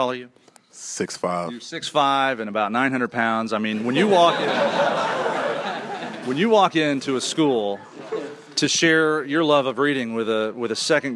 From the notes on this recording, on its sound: Today’s show begins in front of a live studio audience at Morrisville State College in Mid State New York.